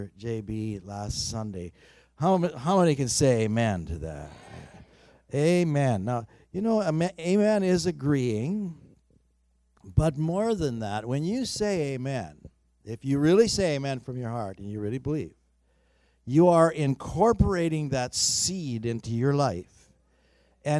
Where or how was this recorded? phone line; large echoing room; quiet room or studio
large echoing room